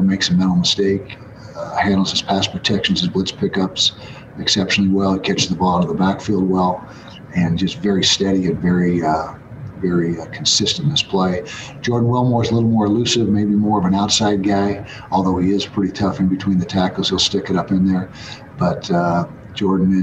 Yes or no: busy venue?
yes